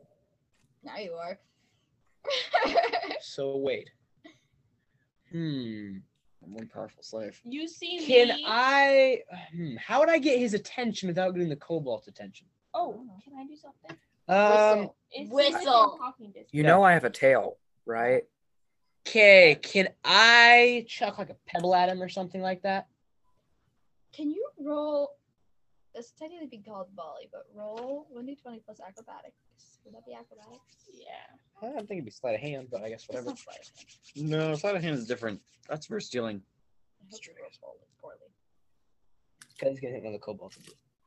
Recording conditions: poor sound quality